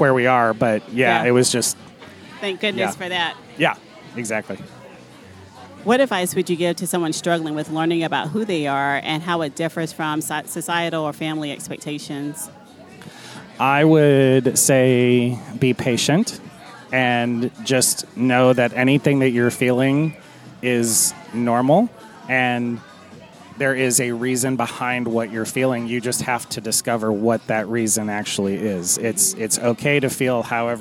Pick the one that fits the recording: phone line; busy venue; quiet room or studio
busy venue